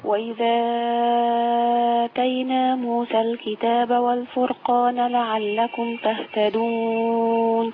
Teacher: لما تصلي موسى الكتاب ما فيهاش تقليل